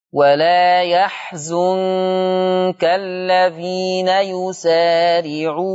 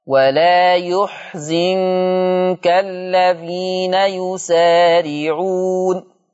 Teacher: عندي فرش الحروف، عندي اول حاجه في الايه 176 عندي قول الله تبارك وتعالى يحزنك، قرأ حفص بفتح الياء يا وبضم الزاي زو فيقرأ ولا يحزنك الذين يسارعون، أما ورش فيقرأ يحزنك، يقرأ ورش بضم الياء وبكسر الزاي · Shown in: second take